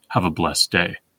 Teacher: two unaccented syllables followed by two accented ones, creates a classic but rare combination we haven't seen in a very long time, a pyrrhic followed by a spondee.